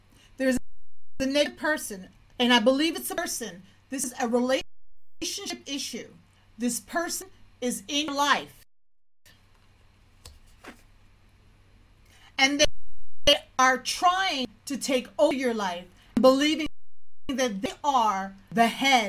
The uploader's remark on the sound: The sound may be a little off. This was my second attempt to stream via Twitch.tv.